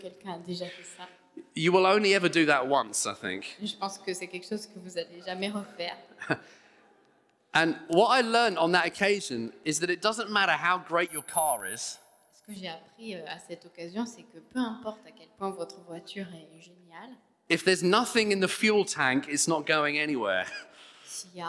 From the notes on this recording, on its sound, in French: Enregistré à l'église CVV, le 03/04/2022